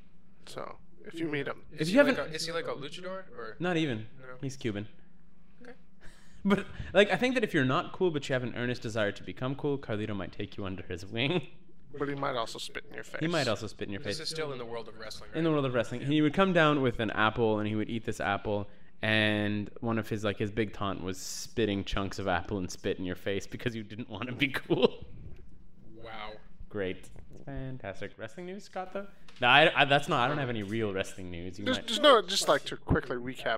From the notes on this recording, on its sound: That annoying echo is almost omnipresent in this recording.